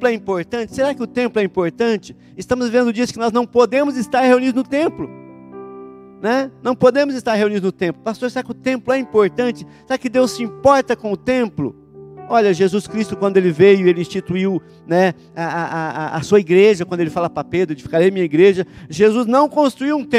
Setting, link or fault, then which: setting, large echoing room